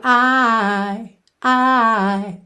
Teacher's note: I fica meio I, I. Ele é quase um A, só que não é um A purinho, entendeu? Ele tem uma curvinha ali de leve, mas não faz aquele I.